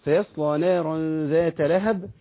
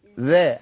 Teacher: الذال حرف بيطلع منين؟ طرف اللسان مع طرف الثنايا، ومحدش يطلع لسانه بره عشان عيب.